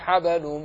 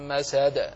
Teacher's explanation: حبل فيها قلقلة، الباء مقلقلة، ولكنها ليست قوتها مثل قوة من مسد، لأنها توسطت